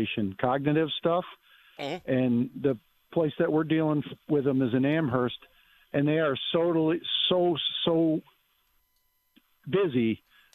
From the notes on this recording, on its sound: takes your phone calls